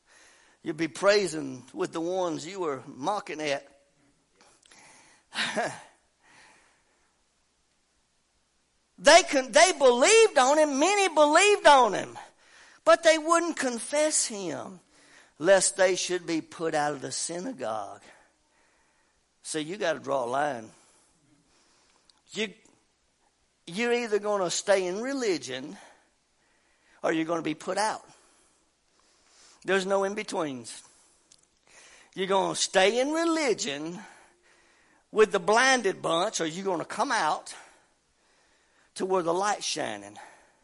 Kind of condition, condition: setting, large echoing room